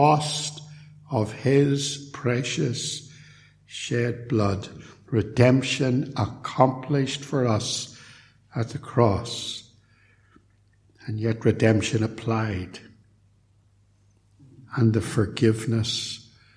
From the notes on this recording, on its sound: A sermon preached at Templepatrick Reformed Church, on Lord's Day evening.